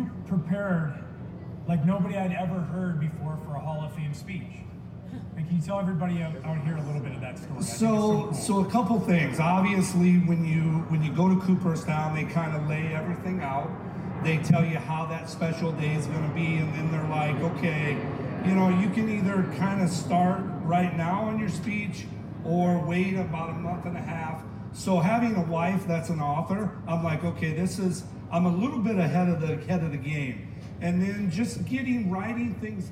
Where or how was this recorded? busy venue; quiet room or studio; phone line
busy venue